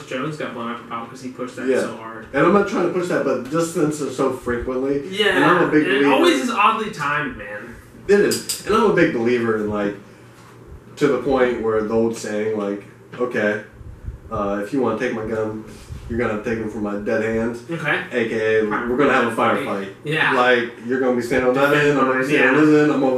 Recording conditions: poor sound quality